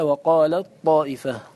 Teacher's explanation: التاء مع الطاء حرفان متجانسان مخرجهما واحد من طرف اللسان مع أصول الثنايا العليا · Term: التاء عند الطاء